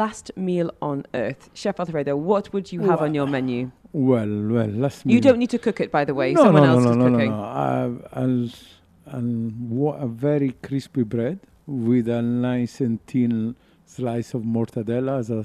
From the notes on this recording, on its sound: We were live from the Hero Dubai Desert Classic!